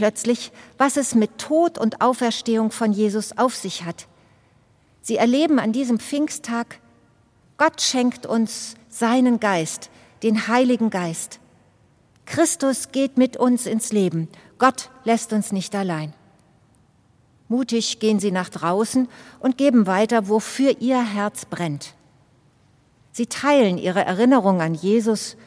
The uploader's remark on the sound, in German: Evangelischer Gottesdienst zum Pfingstmontag aus der ev. Karlskirche Kassel